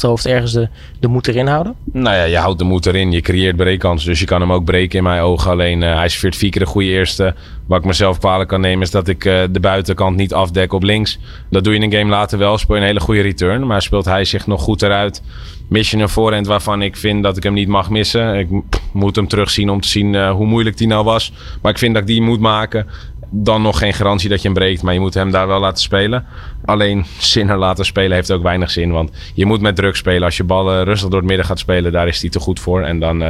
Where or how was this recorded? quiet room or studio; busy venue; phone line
busy venue